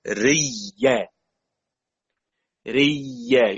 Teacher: أنا قلت ريا إذا أتى، ياء إذا أتى، ياء مد بعدها ياء متحركة، أو واو مد بعدها ياء متحركة يجوز فيها الإدغام، إدغام ياء المد في الياء المتحركة فتصير ياء متحركة مشددة